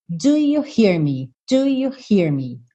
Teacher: O you já vem pegando carona com o do. E o me já vem fechando o hear.